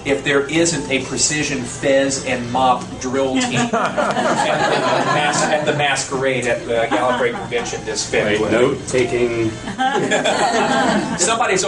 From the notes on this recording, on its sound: Invited me to speak at their third annual banquet last Saturday. Kindly recorded it on his Flip camera.